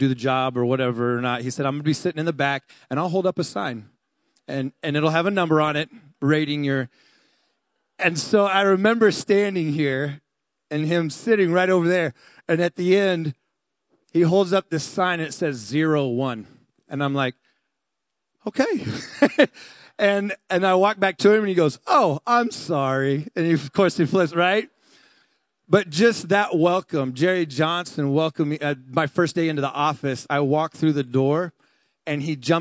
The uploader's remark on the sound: Delivered on 22 July 2018 at Grace Church of La Verne. At Grace Church of La Verne.